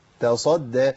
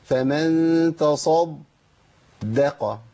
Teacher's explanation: لابد من ترقيق الدال الاولى والثانيه حتى لا تبدل بضاد · Shown in: first take